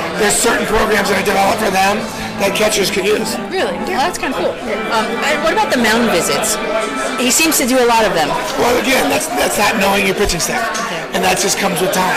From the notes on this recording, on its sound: A Mint Pros Stadium Suite Event. Meeting fans at Yankee Stadium.